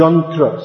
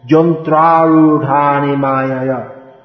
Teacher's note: The old word was yantra, which becomes pronounced jantra. · Term: Y becomes j